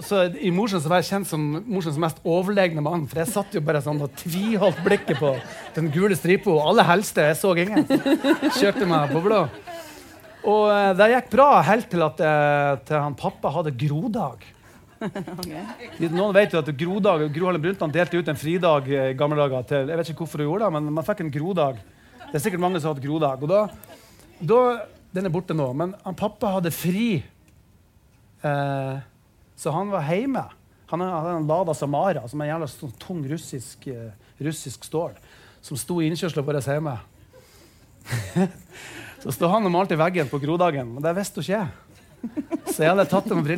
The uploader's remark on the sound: LIVE fra Vinterlysfestivalen.